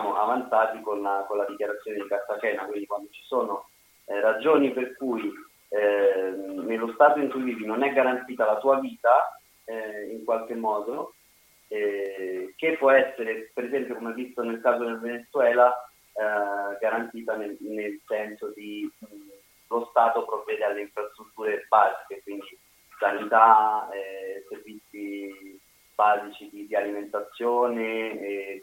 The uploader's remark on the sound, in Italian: Al telefono